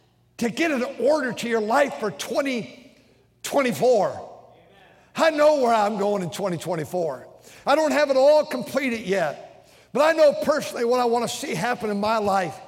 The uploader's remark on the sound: during the Sunday Evening service on November 5, 2023, at North Valley Baptist Church in Santa Clara, California